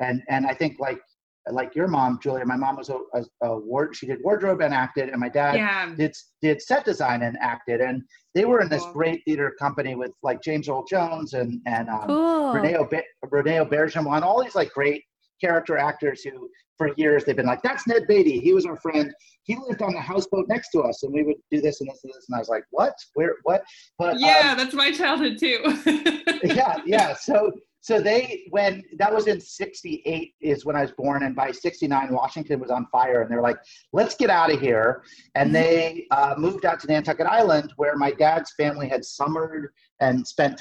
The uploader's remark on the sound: This episode was recorded remotely during quarantine. You might notice differing audio quality from previous episodes (this one sounds like a zoom call … because it is!).